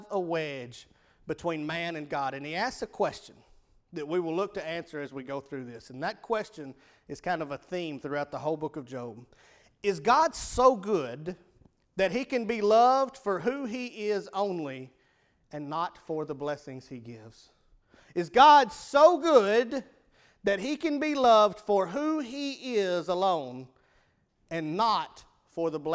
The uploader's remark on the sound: Evening service at Rocky Valley Baptist Church on 1-15-2017